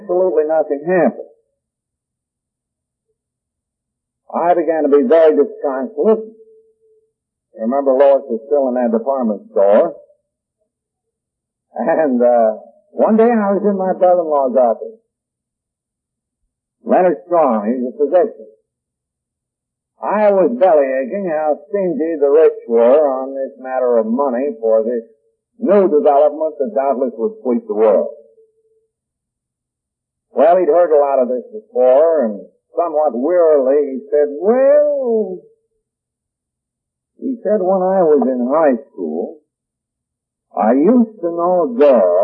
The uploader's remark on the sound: The quality of this recording is poor and because of that this recording is not for everyone. At parts it is difficult to hear what is being said.